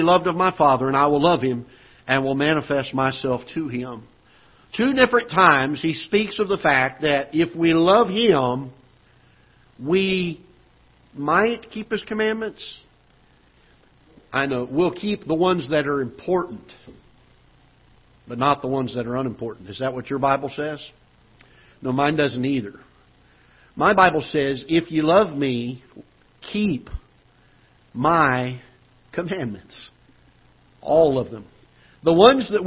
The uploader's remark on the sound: Ketha Heights Baptist Church ~ Live Broadcast